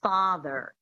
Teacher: the standard American accent, one of the defining features is definitely the rotic R